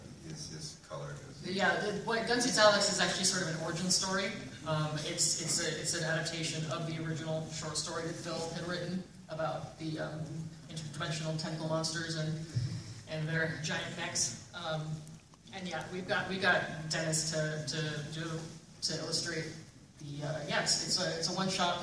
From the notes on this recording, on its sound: It's the American Gothic Press Podcast, live from our WonderCon 2016 panel at the Los Angeles Convention Center! Apologies for the audio quality.